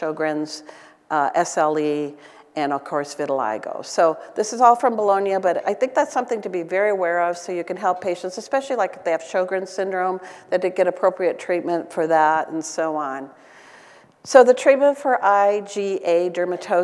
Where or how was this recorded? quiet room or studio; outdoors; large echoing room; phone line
large echoing room